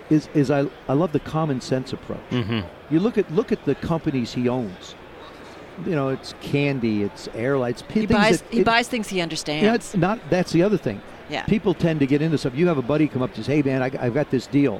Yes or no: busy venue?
yes